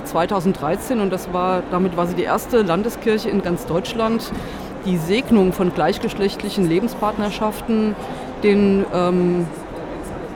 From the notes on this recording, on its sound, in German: auf dem evangelischen Kirchentag 2017 in Berlin